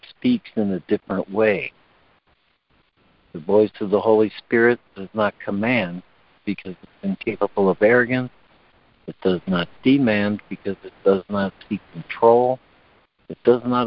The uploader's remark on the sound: ACIM Daily Conference Call.